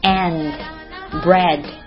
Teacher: and 的 d 和 bread 里面的 d 都轻轻的 d 一下就可以了，千万不要重重的发成 d 的声音